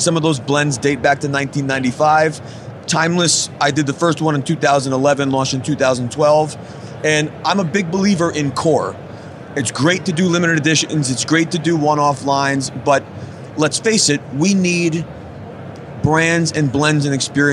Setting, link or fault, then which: setting, busy venue